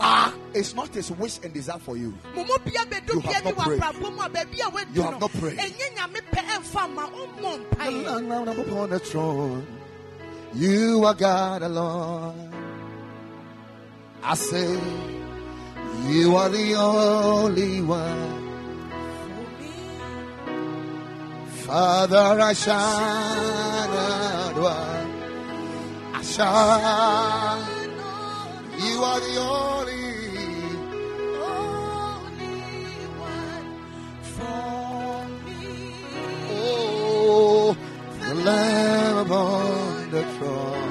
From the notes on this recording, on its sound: Preached at the Ekklesia Chapel